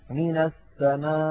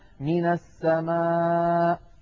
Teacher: عندنا أيضا من حالات النبر عندما نقف على مد متصل، يعني حرف مد وبعده همزة، عندما نقف عليه الهمزة يا إخواننا تخرج بتصادم طرفي الحلقوم عند مخرجها أقصى الحلق · Shown in: first take